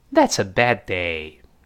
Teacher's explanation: 首先顶住憋气，bad，停一下再说这个 day